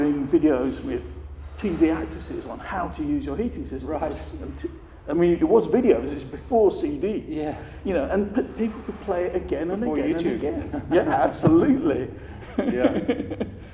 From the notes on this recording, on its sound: At the 2019 Passive House Conference in Heidelberg